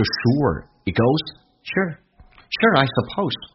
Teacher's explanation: Sure 这个单词在美式发音当中啊，那么经常它有个卷舌